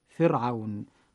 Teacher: فمثلا كلمة مثل كلمة فرعون نجد الراء ساكنة وقبلها كسر أصلي وهو حرف الفاء المكسور · Term: ترقيق هذه الراء